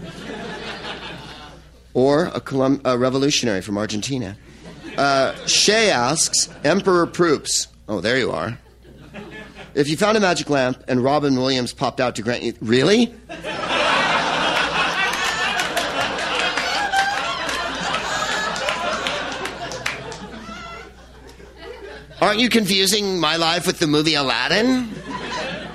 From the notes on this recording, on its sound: Live at the Laughing Skull Lounge in Atlanta, Georgia